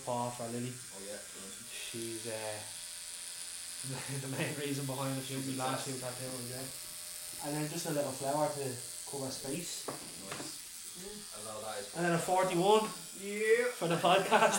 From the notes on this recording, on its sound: We apologize for the sound as this was the first time we ventured out of the studio with the mic.